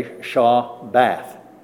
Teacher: We would pronounce it that way, Shabbath, with the emphasis on bath